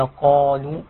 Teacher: القاف هنا مفخمة أعلى المراتب التفخيم